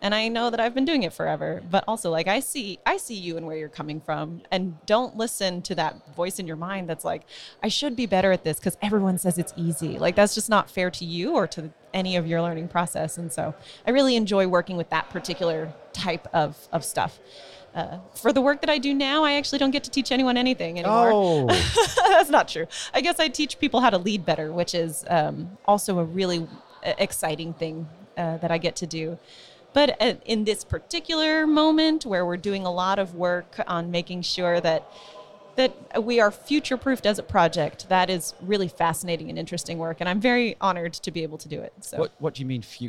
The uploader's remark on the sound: This is another one of the talks that the WP&UP team recorded during WordCamp Europe 2019. We’re back in the corridor, surrounded by approximately 3,000 WordPressers, so you’re going to have to cope with the background noise… and children!